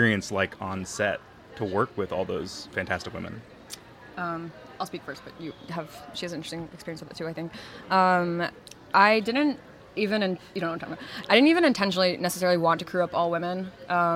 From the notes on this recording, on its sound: AFI FEST Live. We are live, on-location at the TCL Chinese Theatre for AFI FEST 2023.